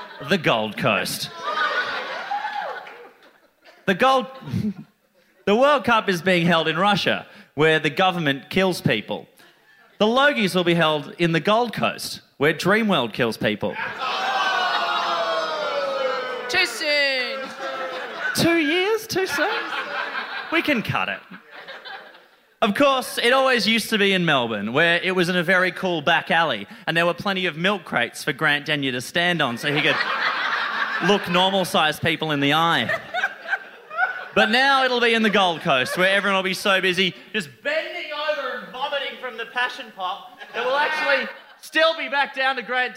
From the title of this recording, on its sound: A Rational Fear LIVE